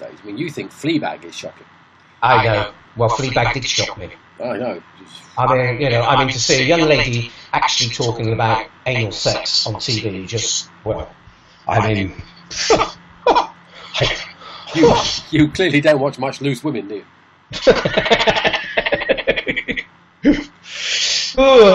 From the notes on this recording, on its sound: So, having sorted out all the things that were stopping us recording we have at it - only to discover we have new things to fix. If you can put up with the slight sound snaffoos.